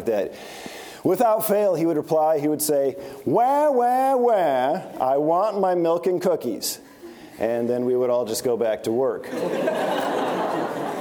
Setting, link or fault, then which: setting, large echoing room